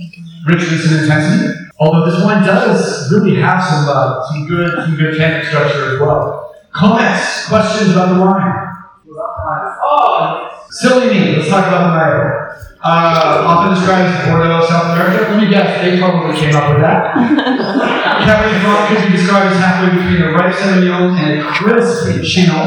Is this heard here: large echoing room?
yes